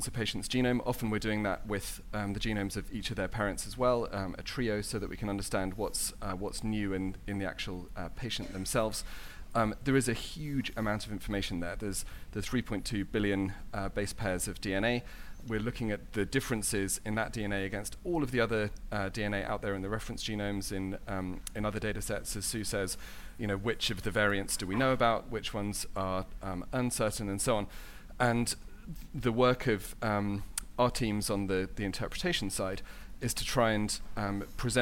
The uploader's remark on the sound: Another brilliant session from the last genomics England Research Summit